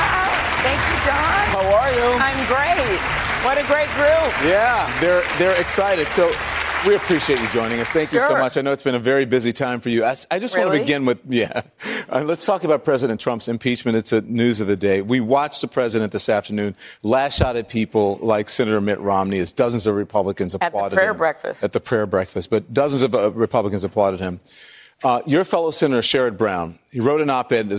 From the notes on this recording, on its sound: answers questions from voters in New Hampshire during a live town hall